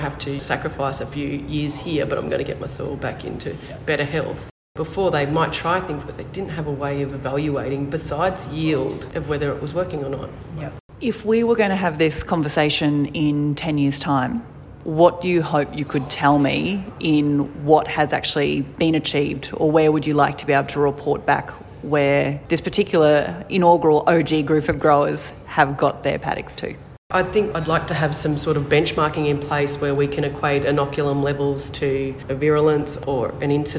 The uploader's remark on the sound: on site at the Australian Cotton Research Conference in Toowoomba at the start of September